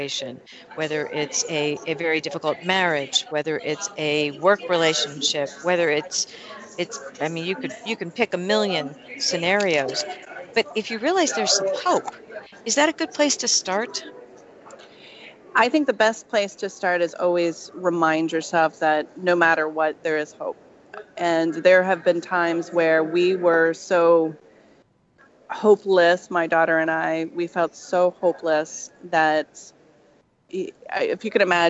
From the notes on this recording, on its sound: Please excuse the background noise